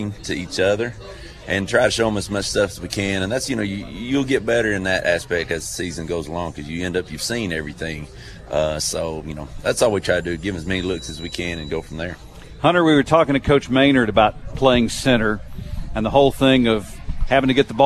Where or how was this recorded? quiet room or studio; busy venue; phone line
busy venue